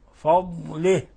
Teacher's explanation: ولاحظوا الضاد، والضاد مخرجها من حافة اللسان مع ما يلي من الأضراس العليا، فضله، واحذر أخي من قلقلتها، واحذر من عدم إظهار الاستطالة، لأن هذا حرف في من صفاته أنه حرف فيه استطالة، فضله، فيعني تضغط عليها قليلا.